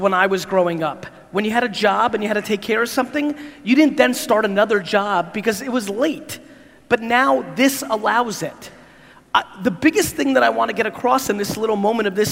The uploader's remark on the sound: Jakarta Keynote. This keynote in Jakarta was filmed back in February of 2019. This keynote came after a 24 hour flight and a quick shower - glad I did it as the Jakarta crowd was awesome ; .